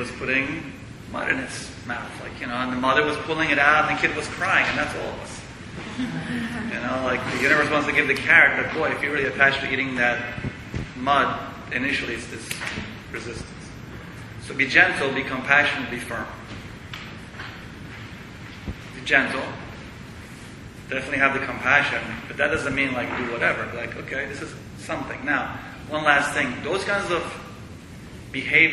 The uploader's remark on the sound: At The Shala Yoga House in NYC. Please note at the 45 minute mark, the recording quality diminishes markedly.